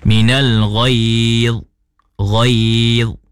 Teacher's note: Dan yang terakhir pada kalimah minal ghaiz, jangan ada bunyi qalqalah. Contoh minal ghaiz, ghaiz, jangan dha, kena mestilah baca dengan tepat minal ghaiz, ghaiz.